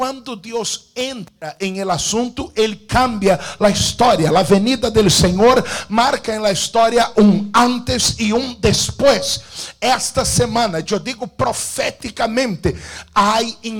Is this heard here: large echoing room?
yes